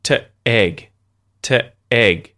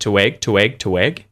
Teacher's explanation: I'm using the glottal stop instead of a W sound to link to egg